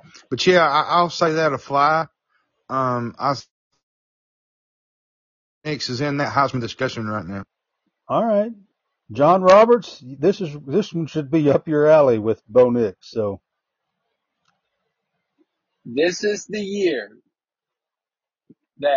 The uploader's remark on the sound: We had connection difficulties with this Live tonight!